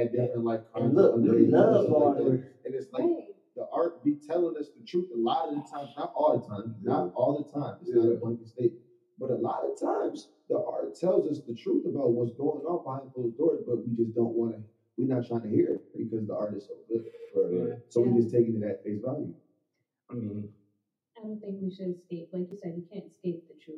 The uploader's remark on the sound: Please be advice due to technical difficulties sound in volume may vary.